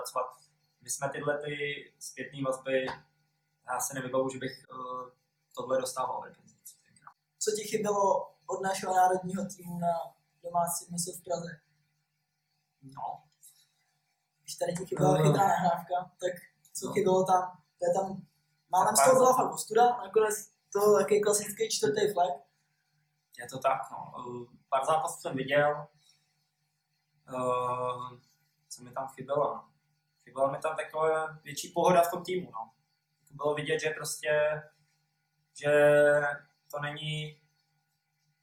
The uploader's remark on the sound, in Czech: Omlouváme se za horší zvukovou stopu.